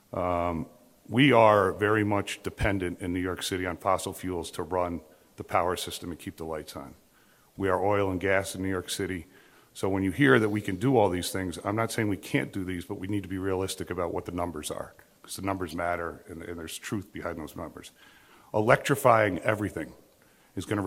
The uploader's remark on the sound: The first panel discussion from Empire Center's energy event.